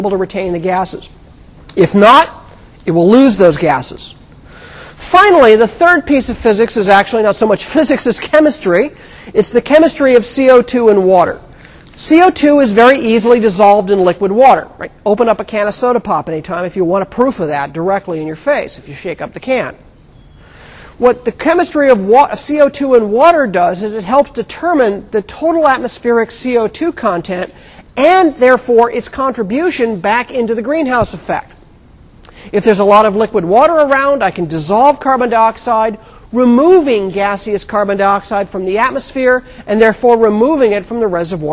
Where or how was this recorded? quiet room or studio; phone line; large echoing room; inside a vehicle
large echoing room